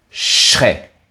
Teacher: le son « ch » au début est doublé, c'est-à-dire que l'on insiste sur sa prononciation